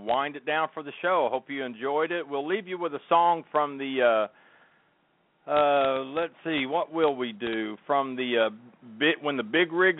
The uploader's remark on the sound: Live from GATS 2015. Tune in "Live" from the 2015 Great American Trucking Show. Brings us the highlights from the LANDSTAR "Fit for the Road" Health and Wellness Pavilion.